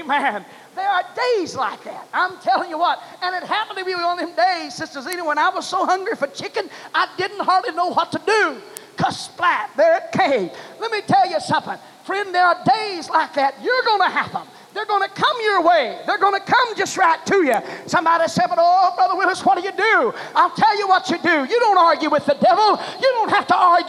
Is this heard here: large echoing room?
yes